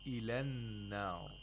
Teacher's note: We have a long vowel becoming short, becoming a short vowel, because there is a hamzatul wasl after the long vowel.